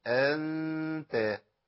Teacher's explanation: أنا بخلي النون يعني في جزء منها باين وداخل على التاء على طول · Term: إخفاء حقيقي